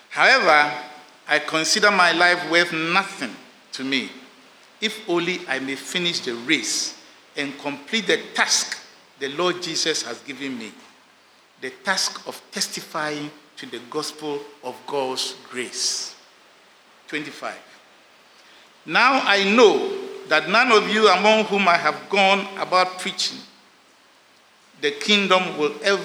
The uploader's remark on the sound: Sermon preached at CBC Shiashie Campus